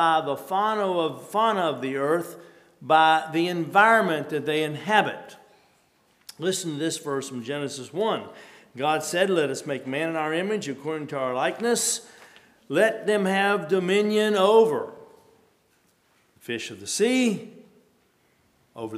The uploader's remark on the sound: at Hephzibah Mennonite Church on April 23, 2023